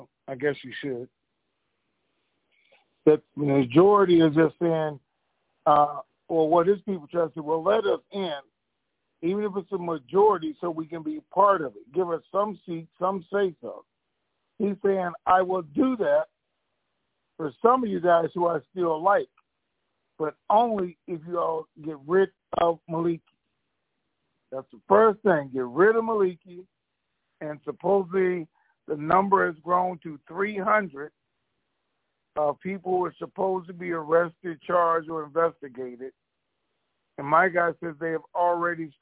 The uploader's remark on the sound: TNTSuperfantastic Conference Call